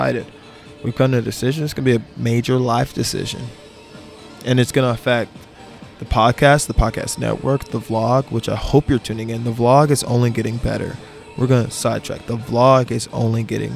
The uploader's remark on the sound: live from the 23rd floor on Aire Rooftop bar in Chicago, Illinois.